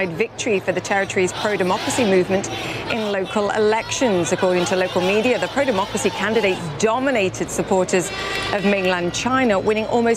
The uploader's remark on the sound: Live from the New York Stock Exchange.